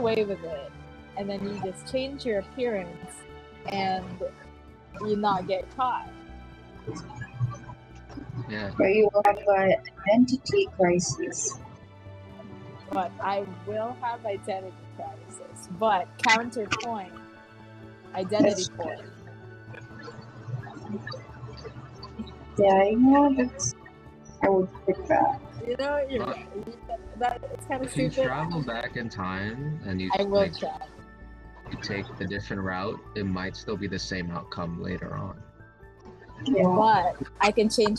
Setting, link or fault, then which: fault, background noise